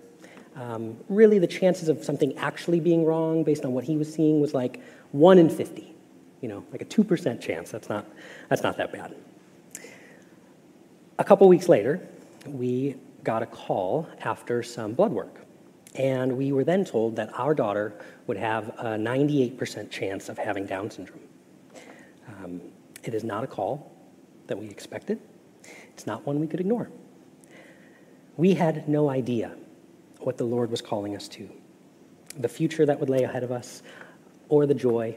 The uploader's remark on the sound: Message Preached at Valley Creek Church.